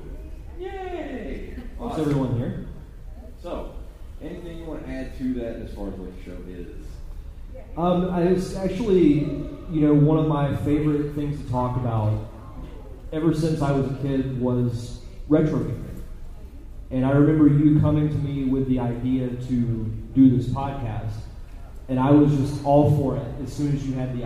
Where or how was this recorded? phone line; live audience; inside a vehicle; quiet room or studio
live audience